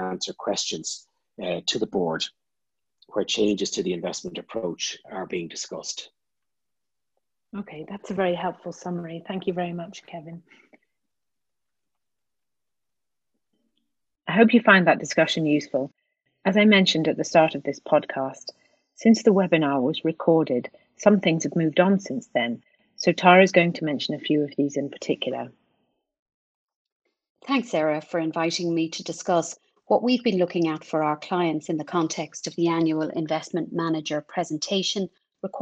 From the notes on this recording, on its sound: an extract of the recording of the specific webinar on 24 April 2020